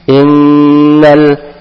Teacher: Nun bertasdid ditahan dua harokat tanpa ditekan. Innal, kemudian huruf hamzah dibaca i, kemudian nun ketemu sin dibaca ikhfa samar-samar.